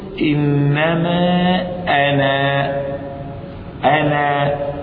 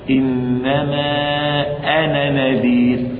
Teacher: حذفت وصلا وتثبت وقفا. في الوقف مد طبيعي، وفي الوصل لا مد